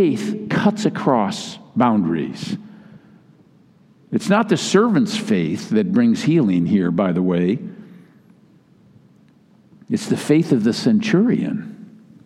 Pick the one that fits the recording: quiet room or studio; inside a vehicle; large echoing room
large echoing room